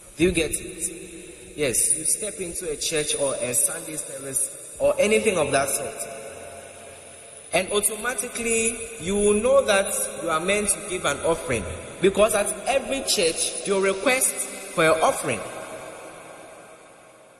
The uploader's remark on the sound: Preached at The Praise Experience Praise Night 9 Service, LIVE at the Love Arena Church, Accra - Ghana.